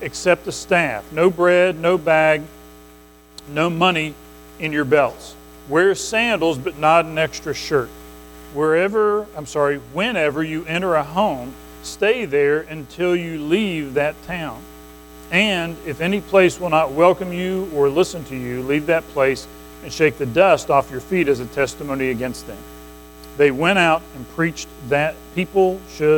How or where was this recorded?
large echoing room